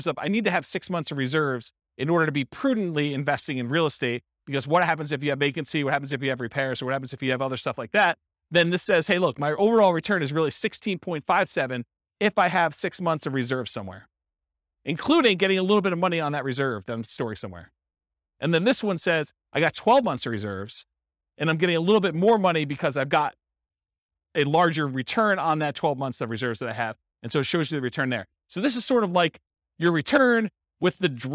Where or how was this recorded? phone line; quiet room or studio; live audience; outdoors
live audience